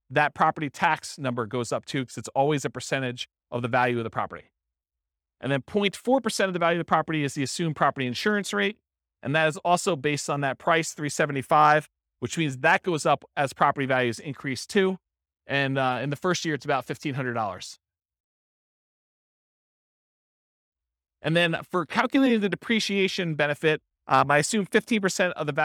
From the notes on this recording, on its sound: This was a live class recorded